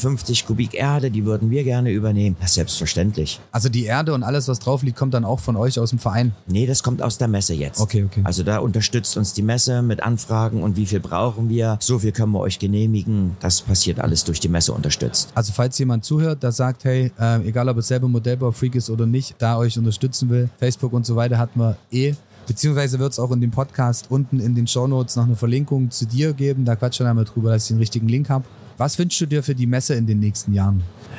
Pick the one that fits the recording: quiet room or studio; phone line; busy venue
busy venue